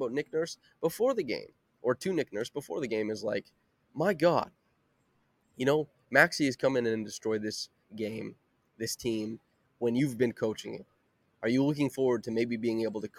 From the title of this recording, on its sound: LIVE from Scotiabank Arena